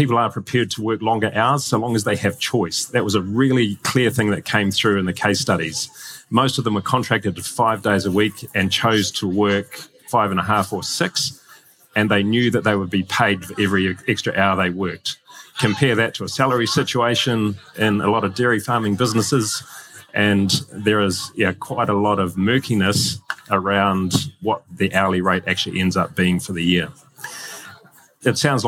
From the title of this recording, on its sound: Live from Fieldays